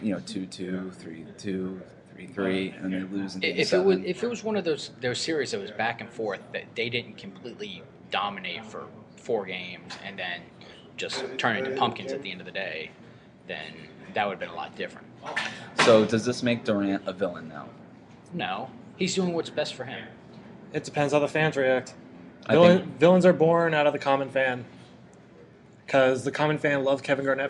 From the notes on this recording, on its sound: broadcast live from Summer League